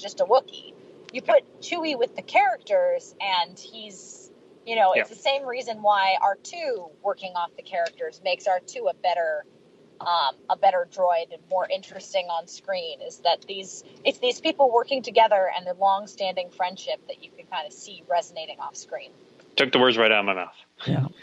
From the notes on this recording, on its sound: phones in from her car